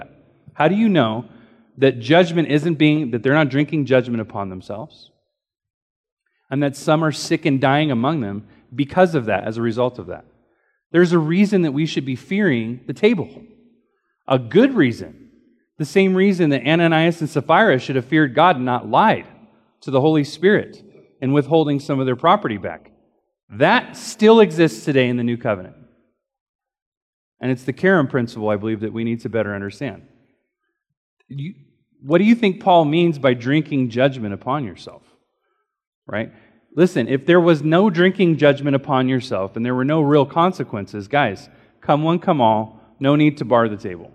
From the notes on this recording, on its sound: Recorded during Sunday School.